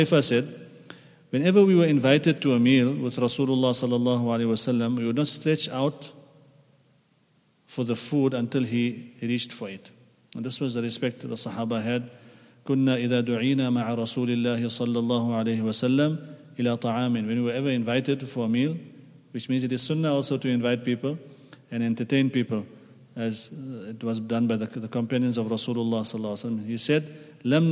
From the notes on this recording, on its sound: At the Houghton Masjid (West Street).